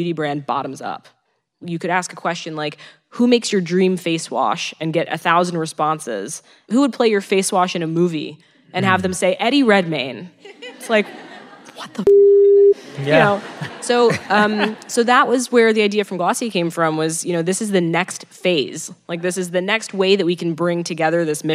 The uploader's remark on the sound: Recorded live in New York City.